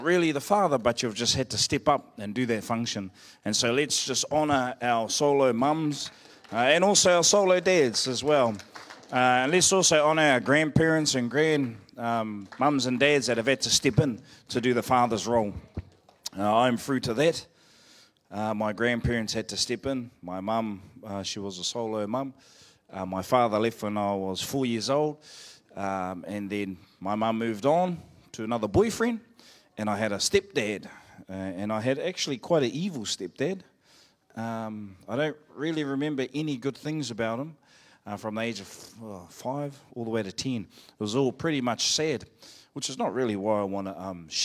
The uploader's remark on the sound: Live From IwiTapu Destiny Church Hawkes Bay